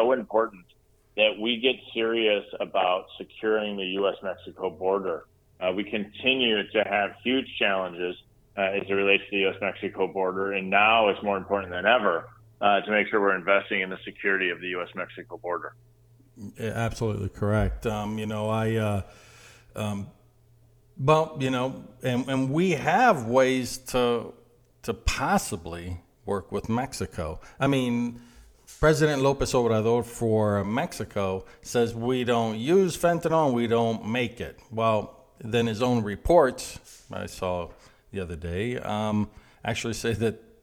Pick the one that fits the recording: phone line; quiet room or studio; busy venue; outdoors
phone line